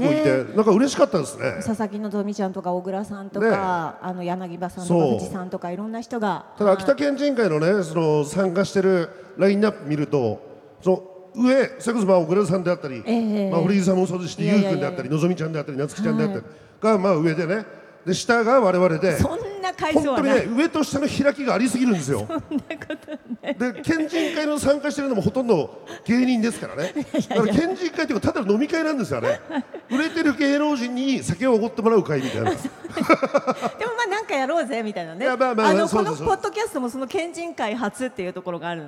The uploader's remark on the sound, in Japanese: 秋田県内最大級のテーマパーク！？ イオンモール秋田にて公開収録が実現。大勢の観衆を前に、秋田話にも花が咲きました。